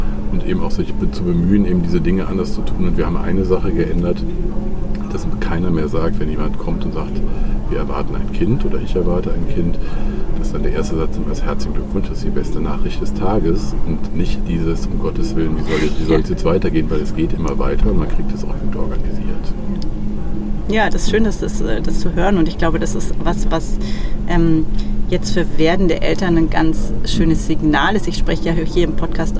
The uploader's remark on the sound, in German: Live-Episode von der ZP Europe